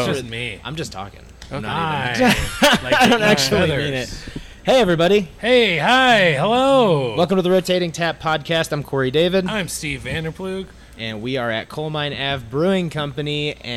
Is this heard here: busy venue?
yes